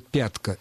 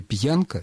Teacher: Мягкий разделительный знак как раз и нужен для того, чтобы между согласным и гласным был произнесен звук «й». · Shown in: second take · В слове «пятка» этого звука нет, в слове «пьянка» этот звук есть.